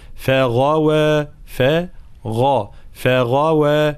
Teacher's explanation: الانتباه الغين حرف مجهور، فلا نقول فغوى فغوى، أين الغين هنا؟ صوتها غير واضح